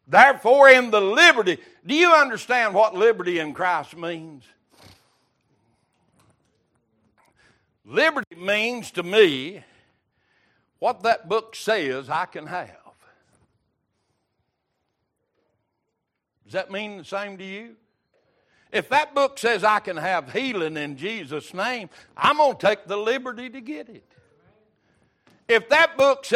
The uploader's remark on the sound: Recorded March 22, 2023 - Wednesday Evening Service